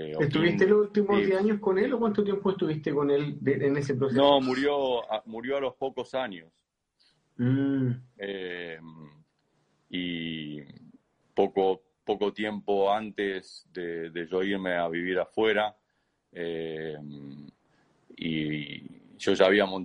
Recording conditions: video call